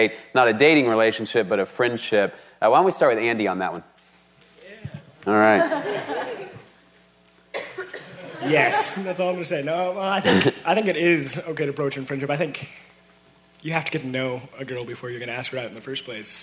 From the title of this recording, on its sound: Panel Discussion and Q&A